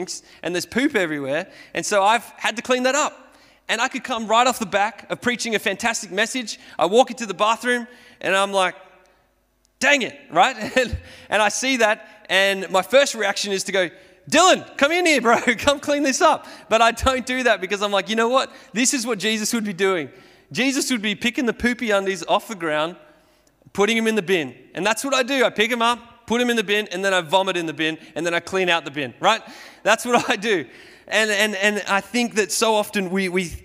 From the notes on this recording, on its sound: Sermon recorded at Restore Church on the 25th of July 2021